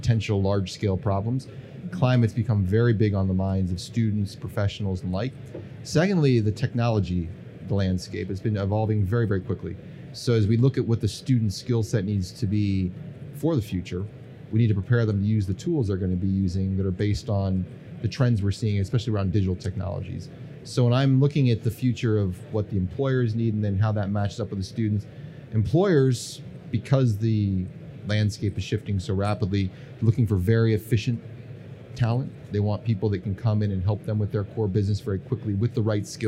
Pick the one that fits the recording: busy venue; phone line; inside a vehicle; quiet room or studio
busy venue